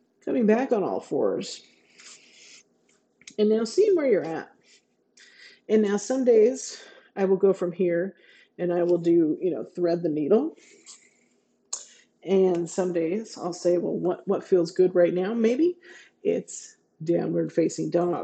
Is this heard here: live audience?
no